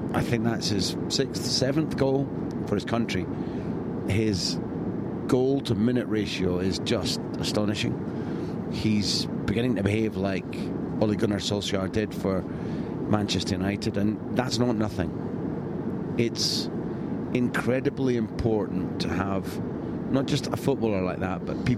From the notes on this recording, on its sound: Here's another 3am diary - this time recorded from the plane from Kaliningrad to Krasnodar.